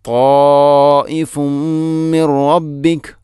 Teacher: ഇനി തായിഫുൻ മിൻ റബ്ബിക, തായിഫുൻ അവിടെ ഫഅമിൽ ലമ്മു തൻവീനാണ്, ശേഷം മീമ്, ഇങ്ങനെ വരുമ്പോൾ ഇദ്ഗാം കാമിൽ, പൂർണ്ണമായിട്ടും തൻവീനിനെ മീമിലേക്ക് കൂട്ടി ലയിപ്പിക്കണം.